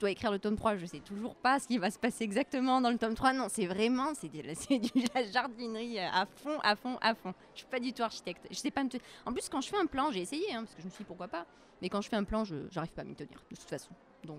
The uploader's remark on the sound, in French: Une émission, une fois n'est pas coutume, enregistrée au Salon du livre et de la presse jeunesse de Montreuil.